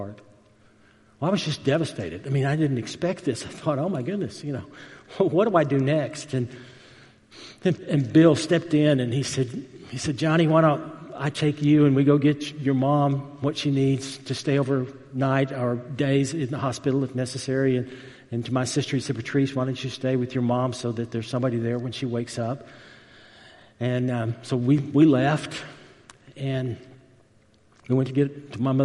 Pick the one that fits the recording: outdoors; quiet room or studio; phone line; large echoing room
large echoing room